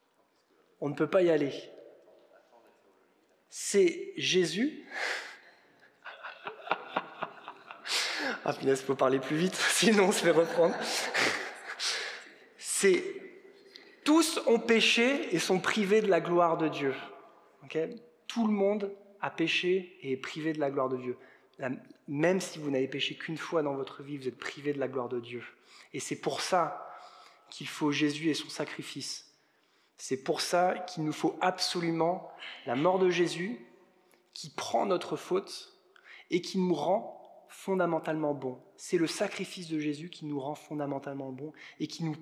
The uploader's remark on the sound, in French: Enregistré à l'église CVV, le 17/04/2022